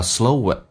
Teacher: Slow 跟 it 有个连音加个 w，元音跟元音之间的连音叫 slower